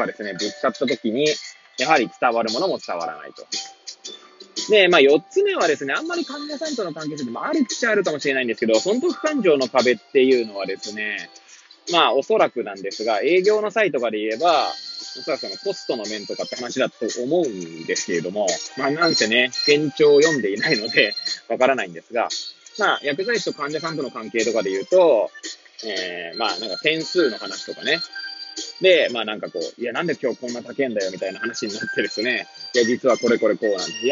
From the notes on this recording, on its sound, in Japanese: Airpods を付けた状態で、車中で収録しており、雑音などが入る可能性があり、ご容赦ください。